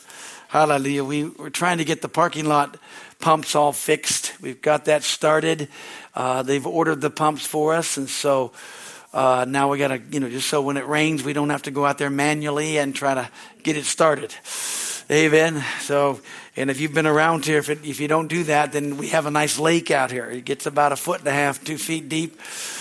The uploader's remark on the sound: Is from the Sunday service on March 19, 2023 at Harvest Bible Church in Stockton, CA.